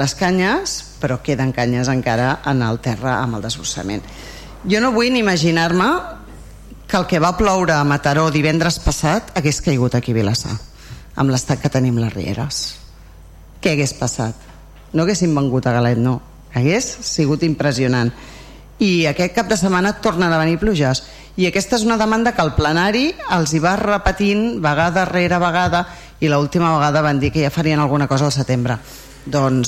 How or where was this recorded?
large echoing room